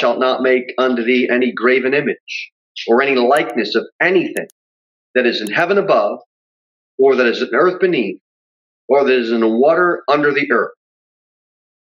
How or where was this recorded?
large echoing room